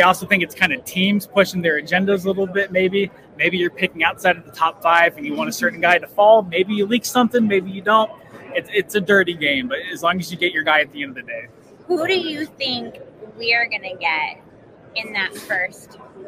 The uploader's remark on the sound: Live From Super Bowl LVIII!